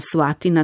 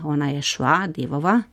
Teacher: tako bi izrekel morda kvečemu kak Gorenjec ali Korošec, ki bi vsak L pred A, O in U spremenil v V · Term: švapanje